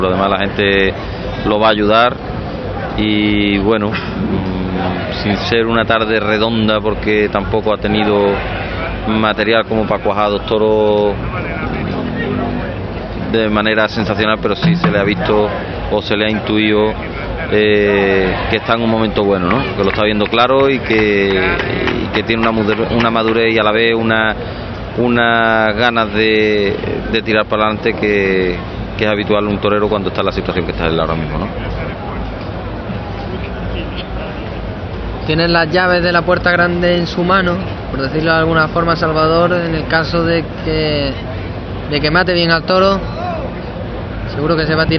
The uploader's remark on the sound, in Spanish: Retransmisión en directo de la primera corrida de la Feria Taurina 2011